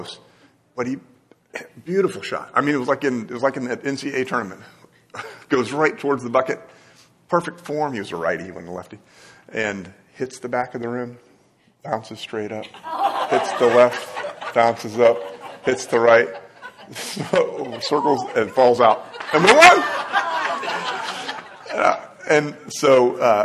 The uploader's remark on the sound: This podcast is a recorded version of a live class here at Christ United. 3101 Coit Road, Plano, TX.